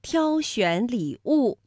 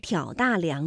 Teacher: 像挑选礼物，那就是读一声挑，而挑大梁呢，我们读三声